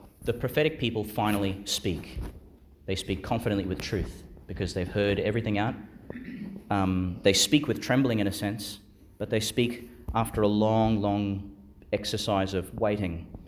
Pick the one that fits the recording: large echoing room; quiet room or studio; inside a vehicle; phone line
large echoing room